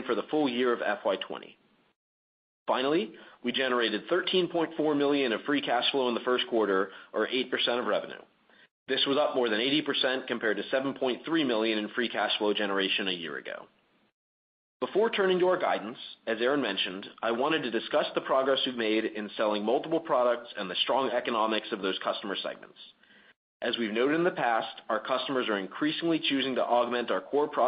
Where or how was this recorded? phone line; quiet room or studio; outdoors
phone line